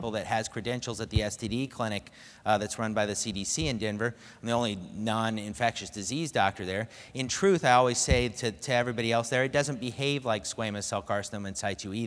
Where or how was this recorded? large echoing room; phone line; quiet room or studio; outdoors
large echoing room